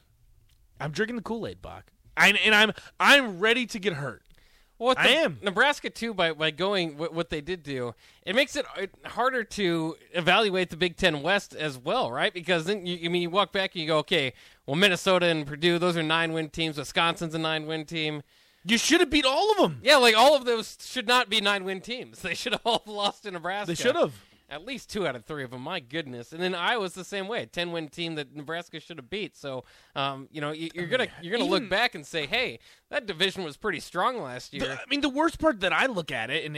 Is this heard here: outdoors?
no